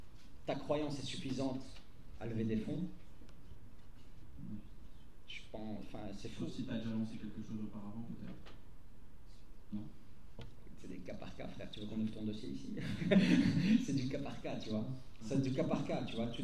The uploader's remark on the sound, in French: Quatrième conférence de la saison 2022-2023 de V Union. À l'ULB.